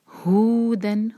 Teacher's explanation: یہ جو ہا ہے یہ سینے سے نکلتا ہے، حلق سے نہیں